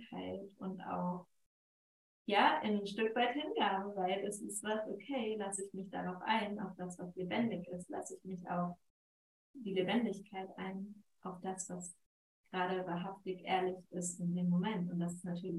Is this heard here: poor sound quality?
yes